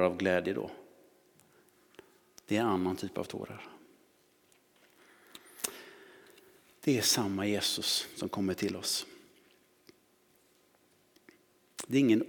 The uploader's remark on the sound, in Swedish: Inspelning från Immanuelskyrkan Skövde.